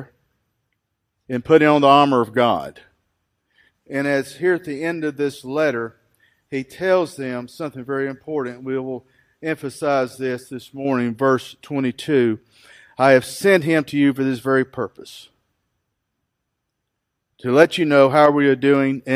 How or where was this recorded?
large echoing room